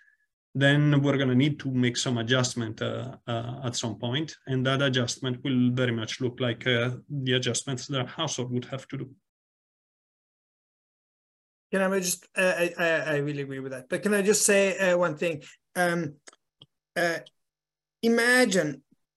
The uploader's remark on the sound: Recording sourced from our webinar held on May 24, 2023.